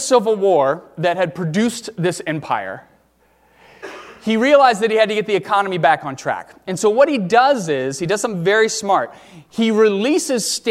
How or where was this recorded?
large echoing room